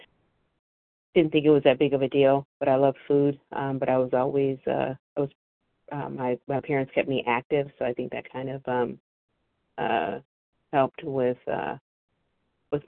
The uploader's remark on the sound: from the 100 Pounders Phone Meeting